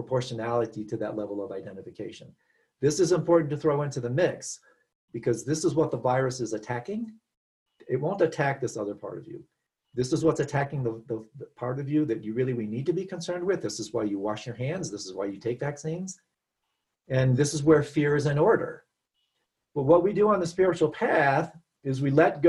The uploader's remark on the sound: Virtual Weekly Hangout.